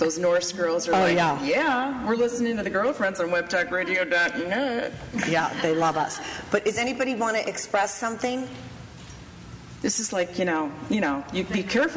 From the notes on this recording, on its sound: LIVE from the hottest home furnishings consignment warehouse in Chicago, Coyle &#38; Herr. LIVE from the hottest home furnishings consignment warehouse in Chicago, Coyle & Herr.